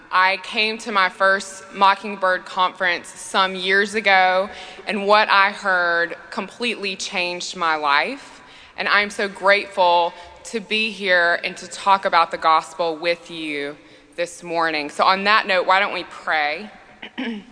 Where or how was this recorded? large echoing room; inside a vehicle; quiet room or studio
large echoing room